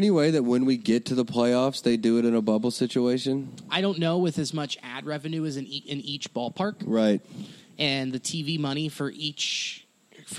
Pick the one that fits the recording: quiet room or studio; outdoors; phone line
outdoors